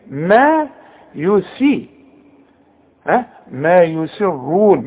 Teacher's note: حولتها لي بين الصاد والسين ليه، ما يسي ها ما يسرون والراء مفخمة لانها مضمومة